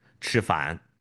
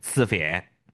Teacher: 我们自贡人讲吃饭，那明显听到有翘舌音 · Shown in: first take